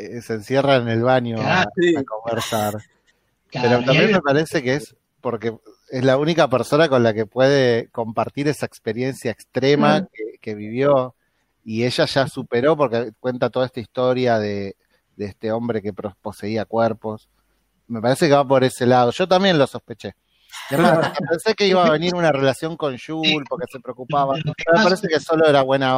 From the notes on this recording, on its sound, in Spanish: La hicimos usando #jitsi. 6ta. Juntada Virtual.